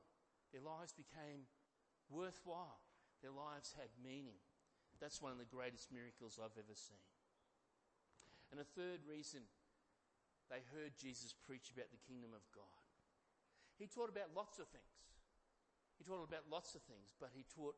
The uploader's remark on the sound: Each week, sermons are recorded for Atherton Tablelands Baptist Church.